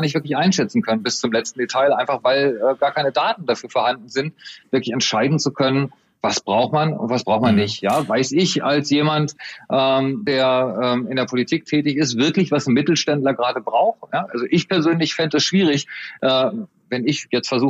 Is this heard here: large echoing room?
no